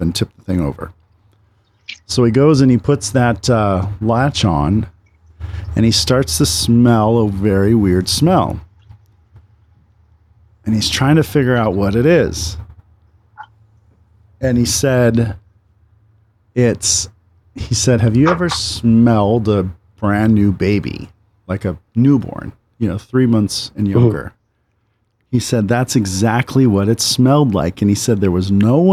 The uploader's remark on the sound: Spooks and Spirits Live from The Whaley House in Oldtown San Diego. Live from the porch of the Whaley House at 1am.